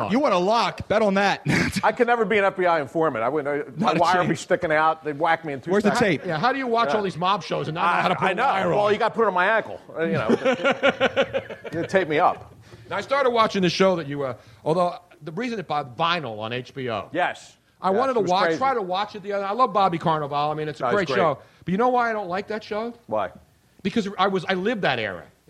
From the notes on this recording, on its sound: Live Podcast. We came out firing with a great mid February crowd and crazy show at Comedy Sports Philly.